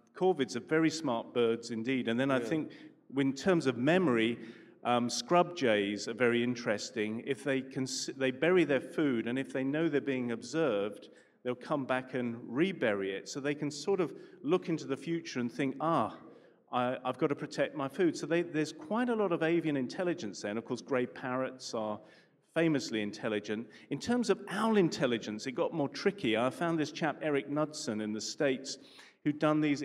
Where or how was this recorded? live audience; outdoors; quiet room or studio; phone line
live audience